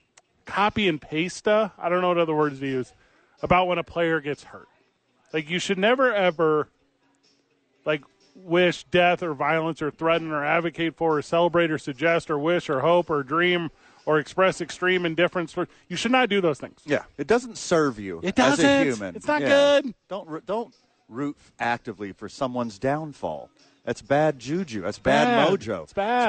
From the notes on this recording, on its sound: live from ABQ AXE!